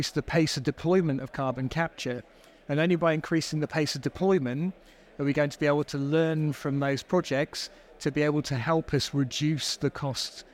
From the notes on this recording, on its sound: Recorded live at ADIPEC 2023